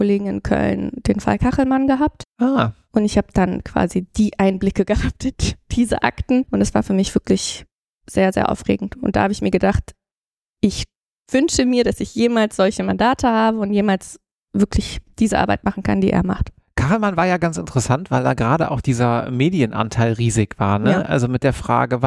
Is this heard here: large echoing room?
no